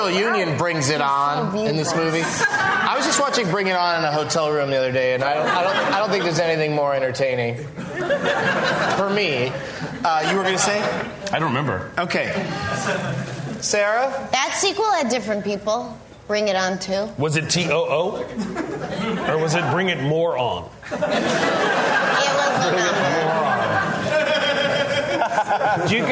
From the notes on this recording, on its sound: LIVE from Largo Los Angeles.